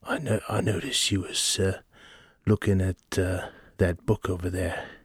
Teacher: I love the low, kind of like whispery type of gliding voice. · Term: breathy